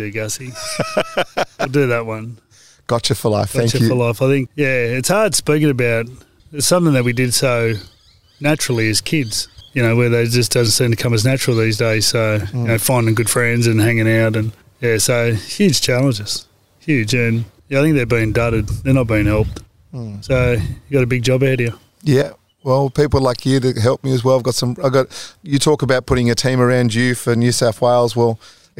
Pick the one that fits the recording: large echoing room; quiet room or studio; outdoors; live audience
outdoors